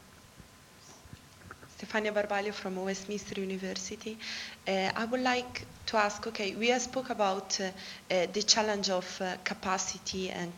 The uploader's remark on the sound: Location: Cruciform Lecture Theatre 1, Cruciform Building, Gower Street, London, WC1E 6BT.